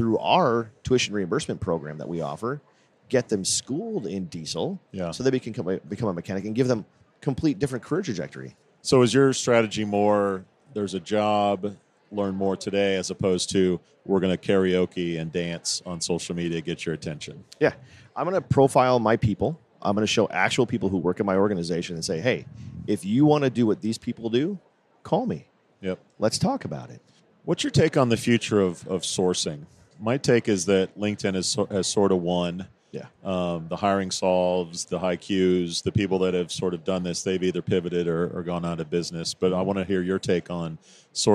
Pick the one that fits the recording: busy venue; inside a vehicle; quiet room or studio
busy venue